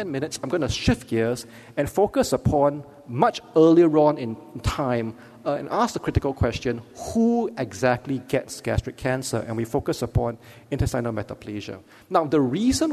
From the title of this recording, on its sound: Keynote Lecture